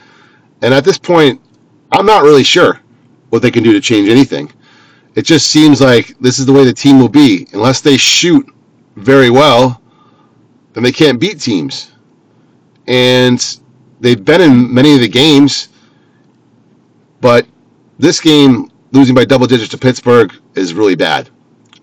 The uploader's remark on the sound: Driving Edition